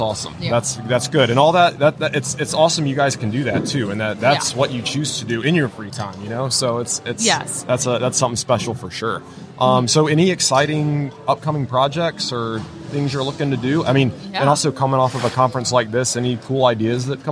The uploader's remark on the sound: LIVE from WORKBENCHcon 2022